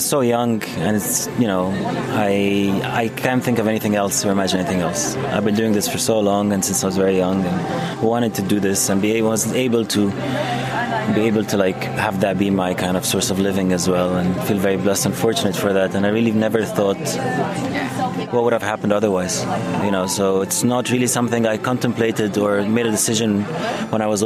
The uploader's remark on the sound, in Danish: Absalon Radio Besøgte Alice i den første uge af Jazzfestivalen 2021. Vi blev lukket ind i den hyggelige gård ved Alice hvor de i år har rykket festivalen ud under åben himmel.